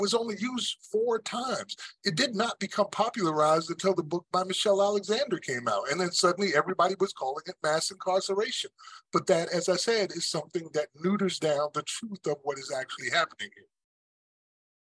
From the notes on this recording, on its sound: Audio from Freedom Day webinar.